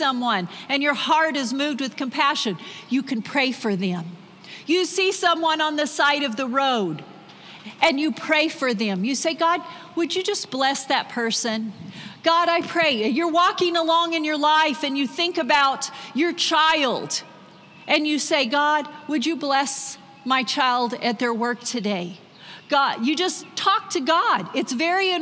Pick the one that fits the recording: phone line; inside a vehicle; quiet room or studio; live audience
live audience